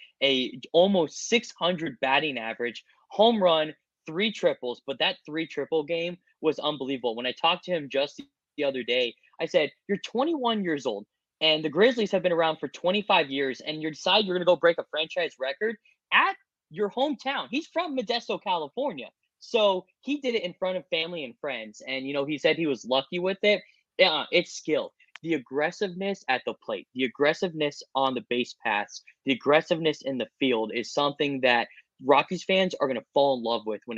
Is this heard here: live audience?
no